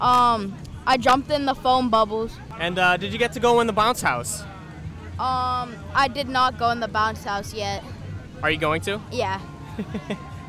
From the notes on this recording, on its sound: LIVE from Lobsterfest. We had the pleasure of attending Marshfield Lobsterfest and decided to show those who attended how easy it is to set up and record a podcast!